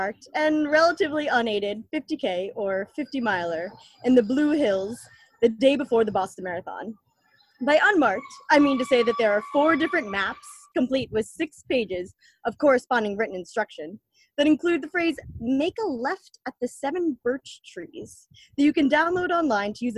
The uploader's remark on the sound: This episode is a recording from our first live (virtual) storyteller event